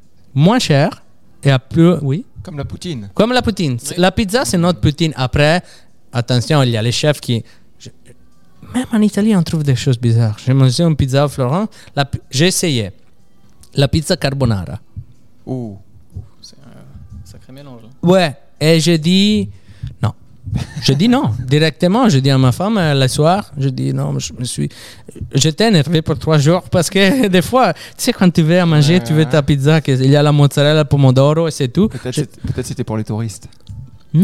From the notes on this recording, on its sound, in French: Merci au restaurant Lola Rosa de nous avoir accueilli pour enregistrer le podcast